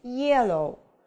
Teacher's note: ударение падает на первый слог, yellow